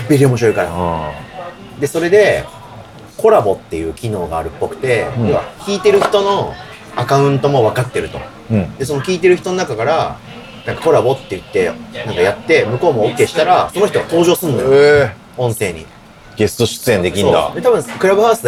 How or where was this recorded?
busy venue